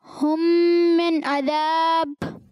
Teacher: یعنی کہ وہاں پر میم ساکن میں غنہ کرتے ہیں، آواز کو ناک میں لے جاتے ہیں · Term: ادغام شفوی